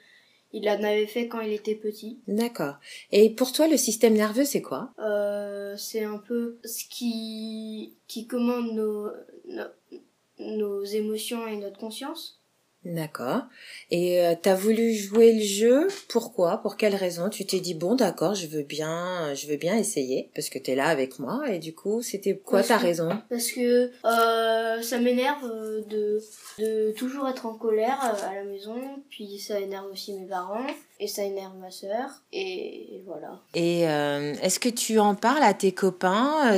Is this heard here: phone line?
no